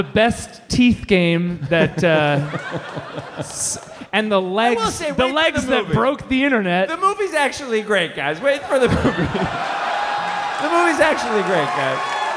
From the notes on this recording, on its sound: Live from Thalia Hall in Chicago. HeadGum Live.